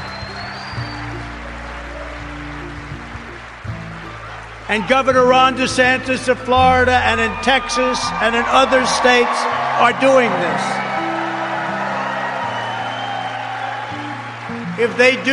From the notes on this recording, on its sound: speaks at the Conservative Political Action Conference (CPAC) in Orlando, Florida on February 28th, 2021.